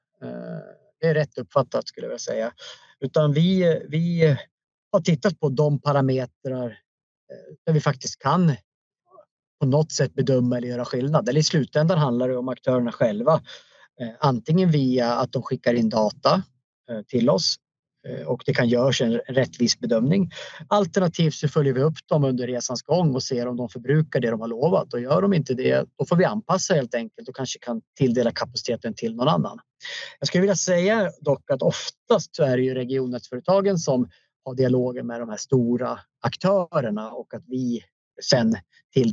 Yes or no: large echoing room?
no